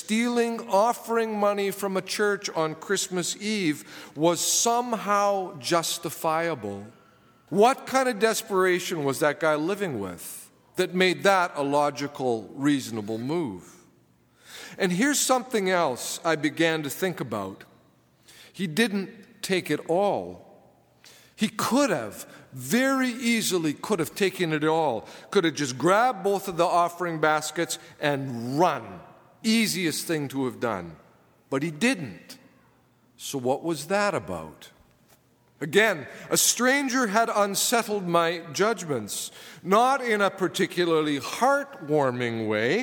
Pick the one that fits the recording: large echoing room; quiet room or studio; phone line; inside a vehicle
large echoing room